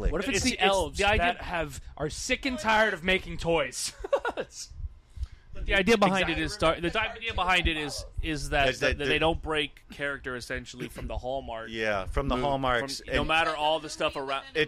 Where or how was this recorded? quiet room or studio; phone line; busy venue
busy venue